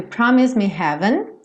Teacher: Esse promise também o E não é pronunciado. Esse S tem um leve som puxadinho pro Z